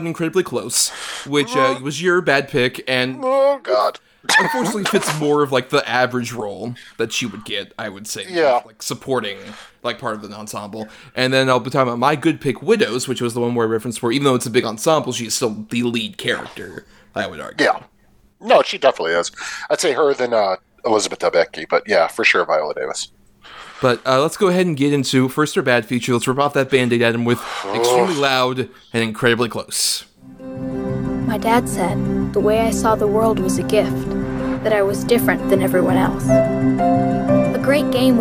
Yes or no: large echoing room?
no